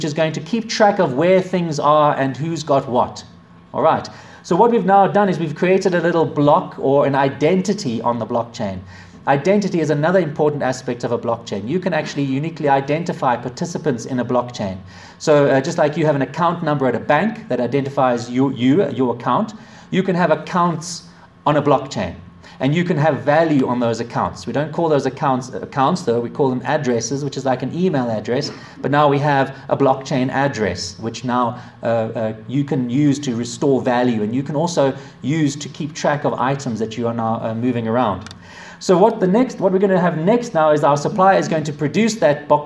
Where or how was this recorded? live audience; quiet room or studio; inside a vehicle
live audience